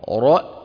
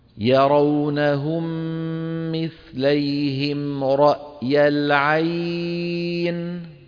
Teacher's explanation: ننطق الراء المفخمة ثم مباشرة نعيد الفم إلى وضعه الطبيعي حتى تخرج الهمزة · Shown in: second take